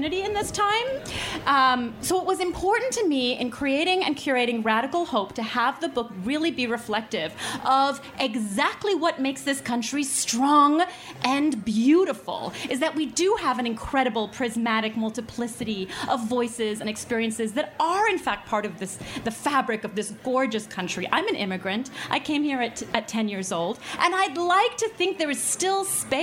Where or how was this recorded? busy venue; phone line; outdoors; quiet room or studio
busy venue